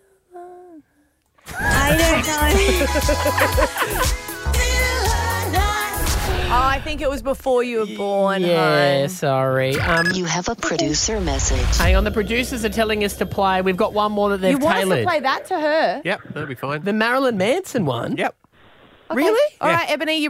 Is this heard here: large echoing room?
no